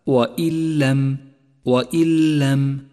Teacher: الساكنة وبعدها حرف اللام وهو حرف إدغام بلا غنة، والواجب هنا أن نسقط النون الساكنة من اللفظ تماما وأن نشدد حرف اللام الذي بعدها · Term: الإدغام بلا غنة